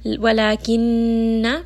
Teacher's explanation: Noon here has a shadda, so we are going to spend a little bit of time and give it some ghunna